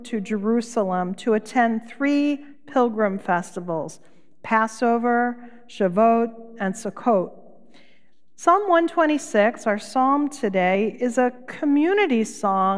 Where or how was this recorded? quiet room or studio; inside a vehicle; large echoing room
large echoing room